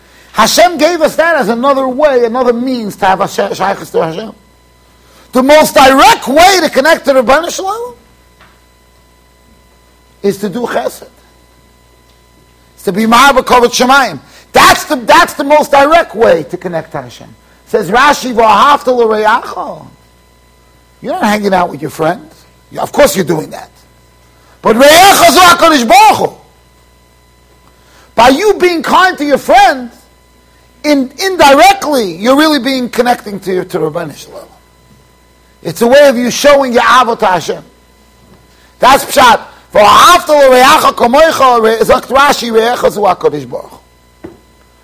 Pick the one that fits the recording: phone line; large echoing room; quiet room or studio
large echoing room